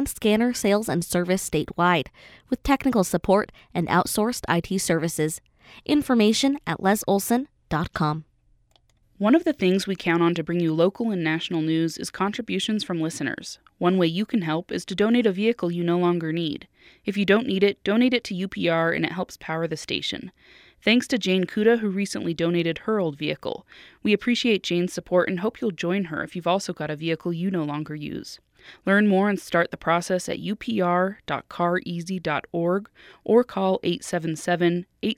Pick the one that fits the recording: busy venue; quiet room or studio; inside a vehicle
quiet room or studio